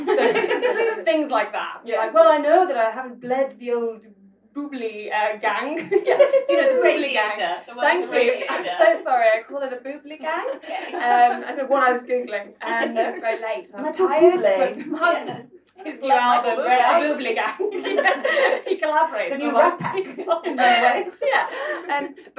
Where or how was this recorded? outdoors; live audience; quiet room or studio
live audience